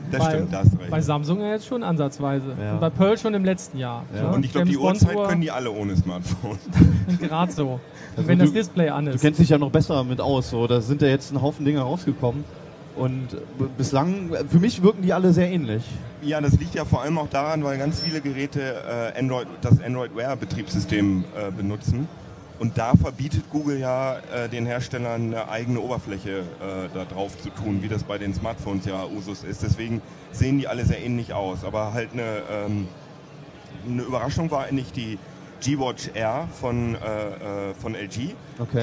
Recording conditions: busy venue